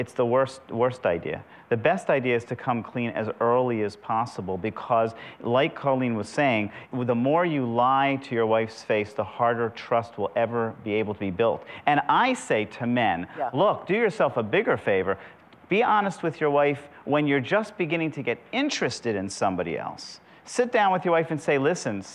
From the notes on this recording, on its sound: talks with couples and the audience